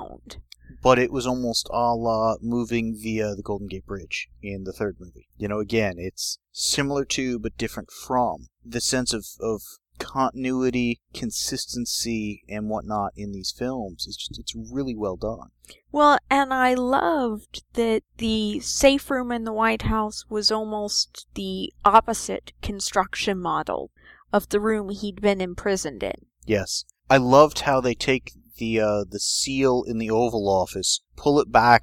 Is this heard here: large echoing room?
no